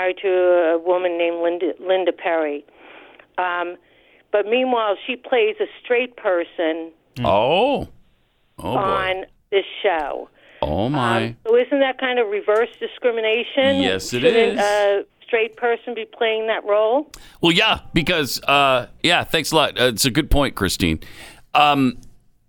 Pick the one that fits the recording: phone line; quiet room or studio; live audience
phone line